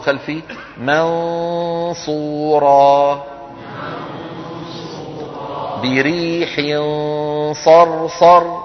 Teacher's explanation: أغلب الصوت من فين؟ من الخيشوم. وصويت ضعيف من الفم. · Term: الإخفاء